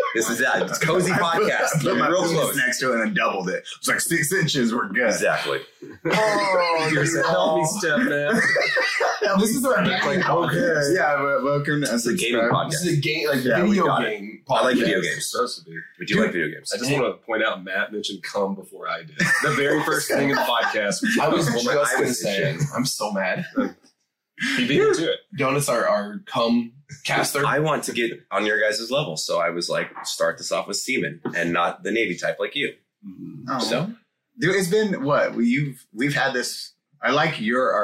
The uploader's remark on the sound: BAD AUDIO SORRY. THE AUDIO IS BROKEN. Just pretend we were drunk and filmed this on a cell phone. Hit the record button twice...THUS TURNING IT OFF...